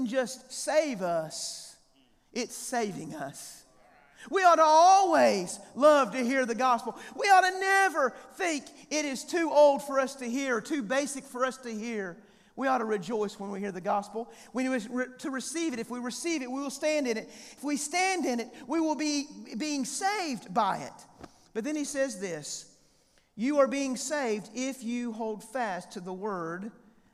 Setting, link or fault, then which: setting, live audience